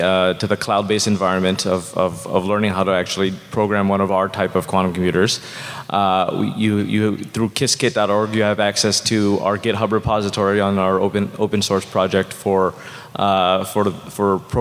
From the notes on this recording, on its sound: In this podcast from from SXSW 2018